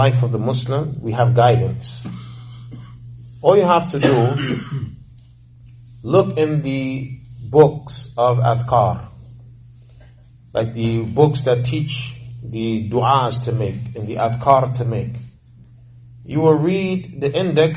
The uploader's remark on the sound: Lecture given at Masjid Nur Allah, Queens, NY